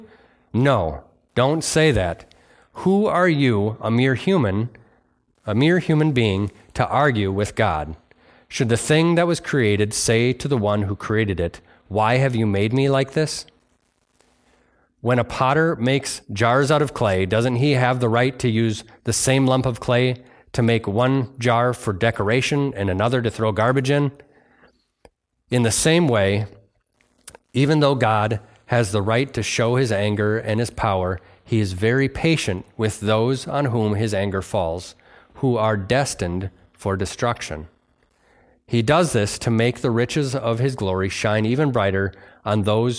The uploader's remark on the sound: Delivered on Sunday, November 12th, 2023 at Bible Center Church in Maiden Rock, Wisconsin.